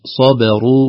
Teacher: الباء يعتنى بترقيقها بين الصاد المفخمة المستعلية وبين الراء المفخمات بعدها